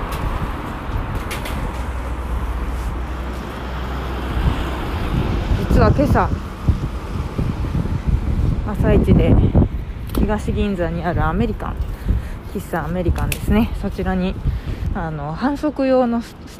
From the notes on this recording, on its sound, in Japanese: 浅草からお届けします（強風注意）。風の音がすごい。今晩、マイク強化工作に励みます。